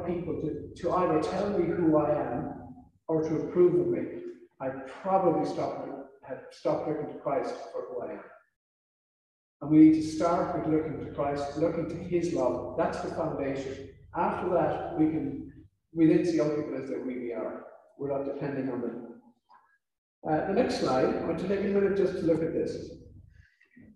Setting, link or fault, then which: fault, poor sound quality